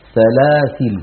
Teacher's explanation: سلاسل فيها عند الوقف وجه زائد على أخواتها وهو حذف الألف عند الوقف